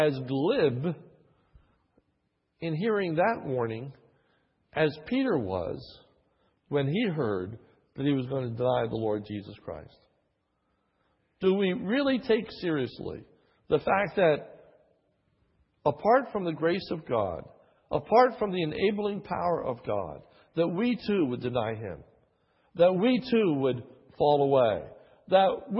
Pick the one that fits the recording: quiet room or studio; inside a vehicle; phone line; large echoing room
large echoing room